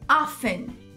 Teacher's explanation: Com frequência, em inglês, confunde por causa do T, porque o T é mudo. Então ele fica often.